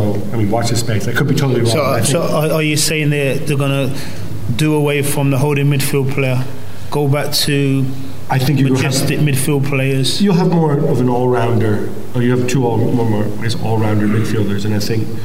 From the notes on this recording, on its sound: Live from Manchester. Live from the National Football Museum.